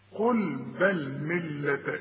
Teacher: اللام المشددة لا تغني، لكن اتك على الحرف علشان يبان الحرف المشدد